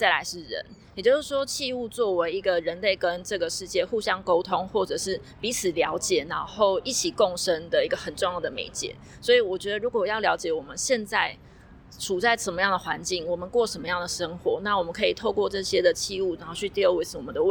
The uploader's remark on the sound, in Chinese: 直擊文博會現場！講到一半展場竟然打雷？也可以感受一下每個場館的環境音！